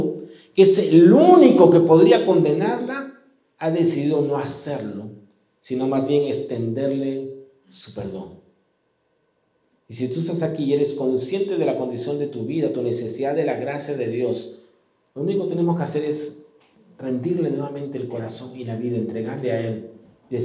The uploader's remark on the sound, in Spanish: presentado en vivo el domingo 6 de noviembre de 2022 Este podcast es la retransmisión de la reunión de iCafe de cada domingo